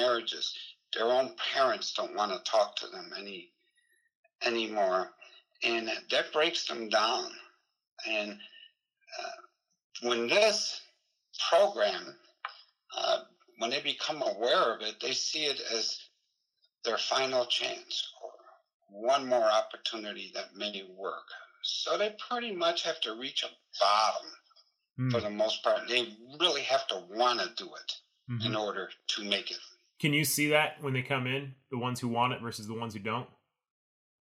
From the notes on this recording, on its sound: I know the audio is a little rough, but it was the best we could do!